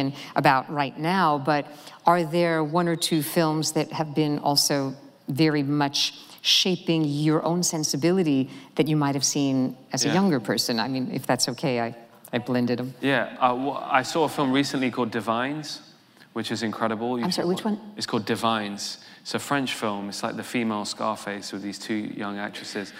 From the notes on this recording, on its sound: The conversation was recorded on Nov 21, 2016 in front of a live audience at New York's 92nd Street Y.